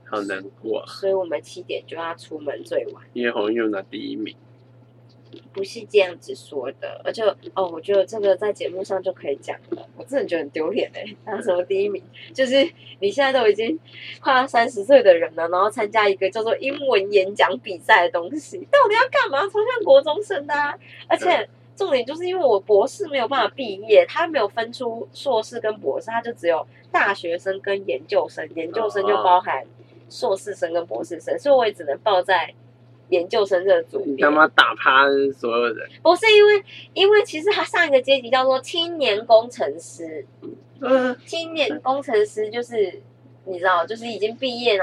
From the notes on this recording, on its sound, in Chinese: 我這兩天一直覺得自己的麥克風壞掉了，收音很怪!收音聽器來超像機器人的!